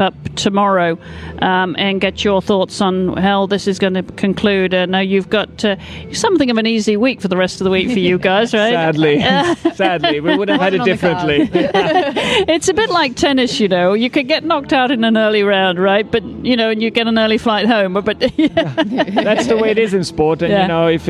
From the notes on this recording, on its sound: This episode was recorded live in front of an audience at the Alltech Experience in the Kentucky Horse Park.